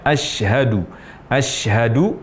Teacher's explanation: huruf shin diucapkan tanpa dengan membulatkan bibir atau memonyongkan bibir